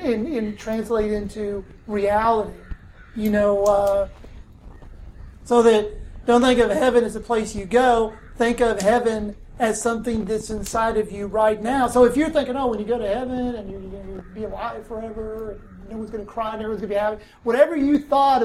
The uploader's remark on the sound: The second episode from the BtB Gathering 2014 in Nashville, TN! This episode was recorded at the first ever BtB Gathering, where we were joined by wonderful people from all over the US and Canada.